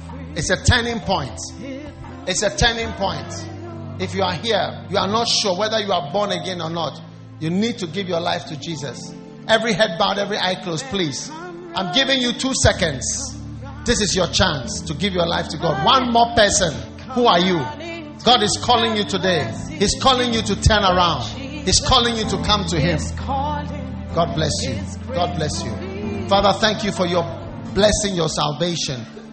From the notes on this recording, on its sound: Preached at the First Love Church, Valley View University